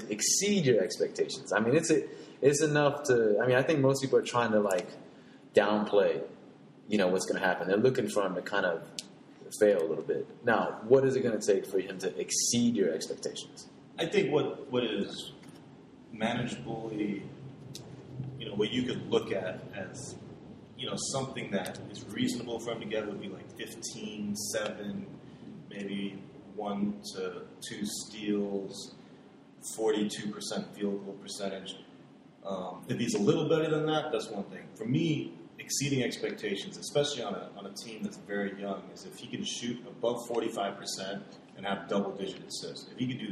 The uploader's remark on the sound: A NBA preview segment we used as a test run. We shelved it because of the raw audio but figured we'd throw it up anyway.